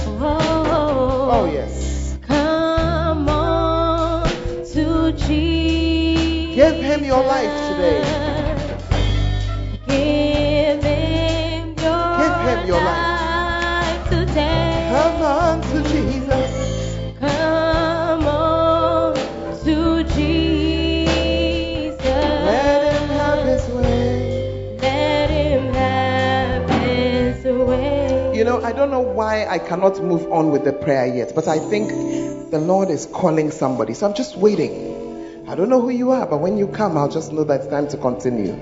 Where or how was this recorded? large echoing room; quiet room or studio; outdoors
large echoing room